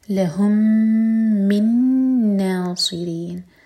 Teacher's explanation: من ادغام غنہ کے ساتھ نون کو ہولڈ کریں گے